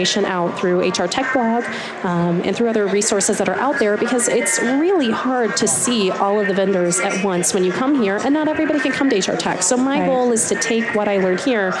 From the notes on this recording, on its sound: LIVE from Las Vegas, at #HRTechConf